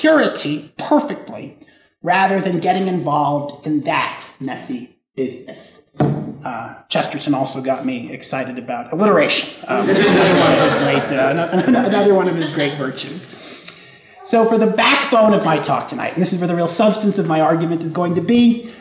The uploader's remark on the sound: This lecture was given on April 27th, 2023, at the University of Texas at El Paso.